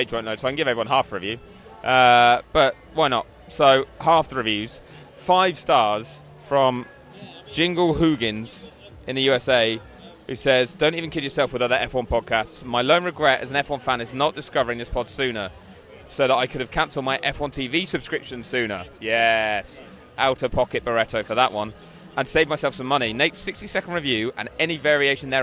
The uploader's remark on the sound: Loud noises from an Austin bar